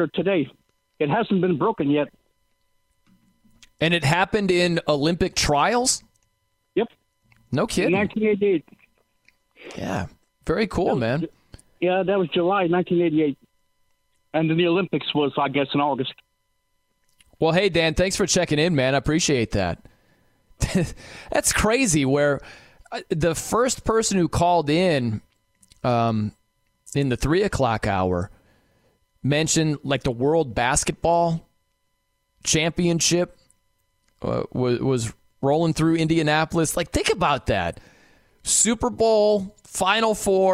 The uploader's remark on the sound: He takes several calls from listeners who have their own thoughts on Indianapolis’ biggest sports moment! He takes another phone call from a listener of the show!